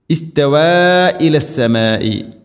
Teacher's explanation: മദ്ദിൻ്റെ അക്ഷരമായ അലിഫിന് ശേഷം ഹംസ അടുത്ത പദത്തിലാണ് മദ്ദ് മുൻഫസിൽ, നാലഞ്ചോ ഹർക്കത്ത് വരെ നീട്ടാവുന്ന മദ്ദ്.